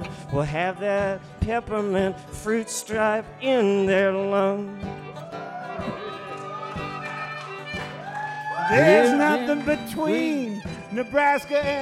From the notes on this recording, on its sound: Van Sessions at The Monarch. As recorded LIVE inside The Monarch Building in Ogden, Utah during Ogden's First Friday Art Stroll.